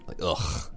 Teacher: Or again, we might put like many G's, but it has to have the U-G-H because that G is really coming from the back of your throat